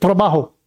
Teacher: If it's a single R in the middle, like in the word for work is trabajo. You got one little flip, trabajo. One time.